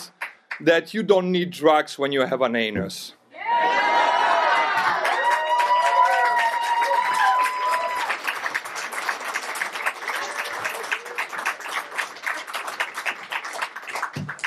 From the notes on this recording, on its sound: Recorded in January 2023 at our Copenhagen show.